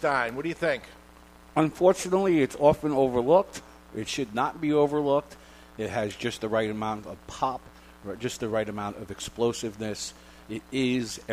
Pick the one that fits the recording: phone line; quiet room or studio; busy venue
busy venue